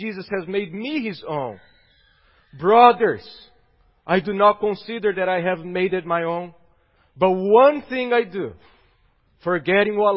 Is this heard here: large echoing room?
yes